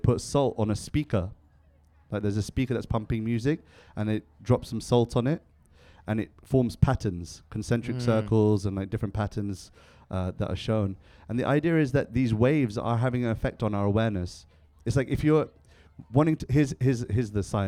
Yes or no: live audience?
yes